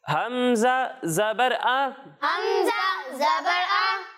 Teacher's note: جب ہم حمزہ کی ادائیگی کریں گے تو اسے حلق کے نچلے حصے سے پڑھیں گے